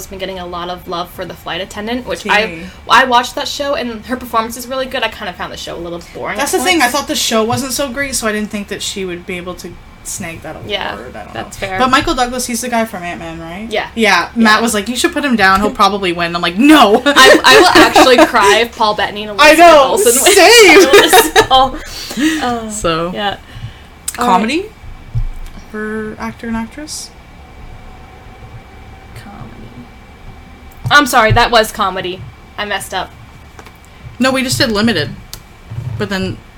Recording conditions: background noise